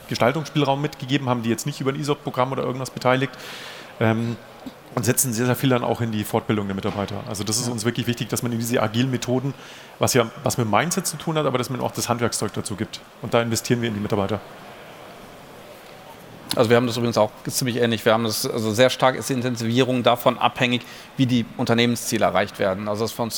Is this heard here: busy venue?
yes